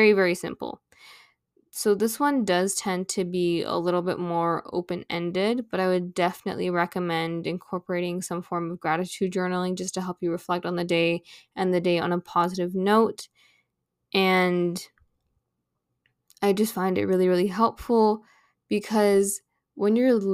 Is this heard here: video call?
no